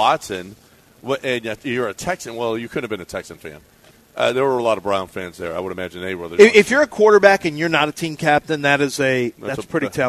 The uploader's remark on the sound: LIVE from Golden Nugget in Lake Charles!